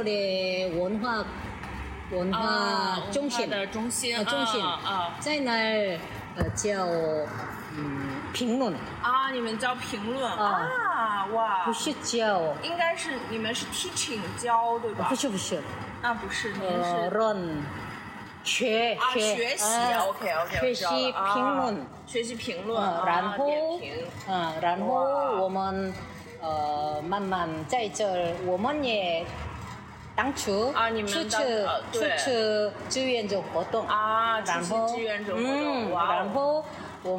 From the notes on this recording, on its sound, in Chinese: 在第27届釜山国际电影节现场采访